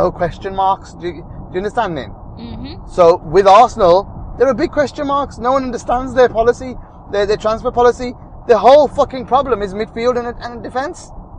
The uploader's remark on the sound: Post Match Car Pod